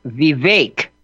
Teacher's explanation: accent on the second syllable, Vake. Vivek, and the second last name, Ramaswamy.